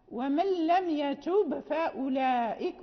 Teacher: لابد من الإظهار، يعني نقلقل الباء وننطق بالفاء